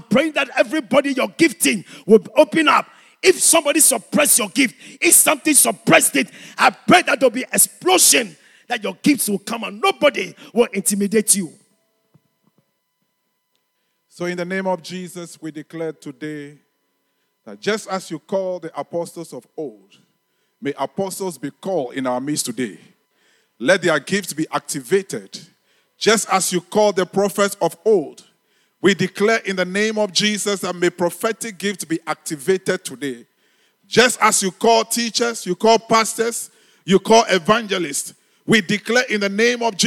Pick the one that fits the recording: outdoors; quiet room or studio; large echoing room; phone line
large echoing room